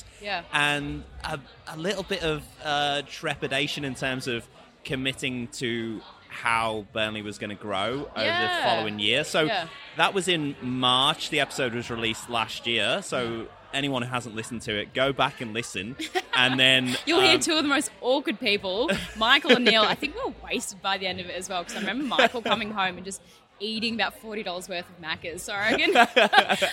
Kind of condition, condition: setting, busy venue